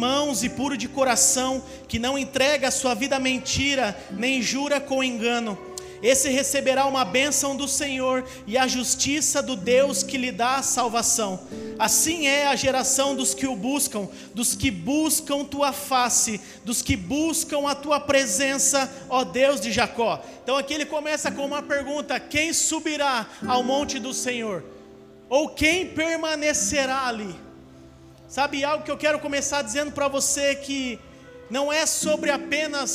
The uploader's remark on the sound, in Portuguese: Áudio do Culto de Domingo